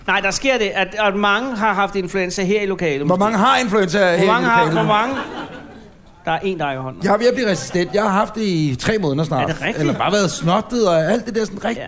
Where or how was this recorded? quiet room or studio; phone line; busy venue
busy venue